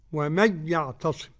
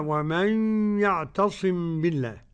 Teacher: خلف عن حمزة بعدم الغنة · Shown in: first take